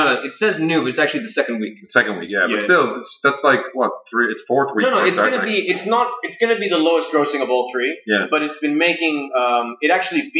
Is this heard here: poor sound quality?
yes